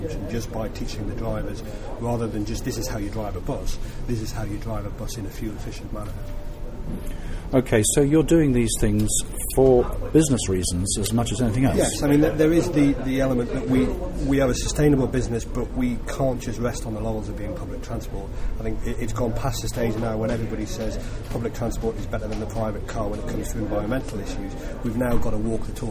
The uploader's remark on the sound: Recorded at the Newcastle Low Carbon Best Practice Exchange